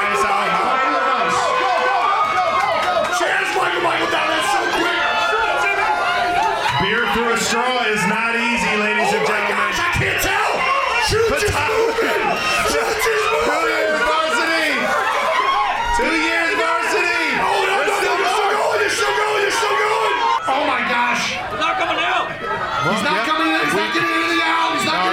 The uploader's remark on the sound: The Beer Bowl was recorded live at the world-famous Ocean Drive bar in Sea Isle City, New Jersey to support the Eagles Autism Foundation.